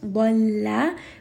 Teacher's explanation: Lam is light. Dalla, make sure lam does not become heavy. We're not trying to say dalla, so try not to make the lam heavy as well.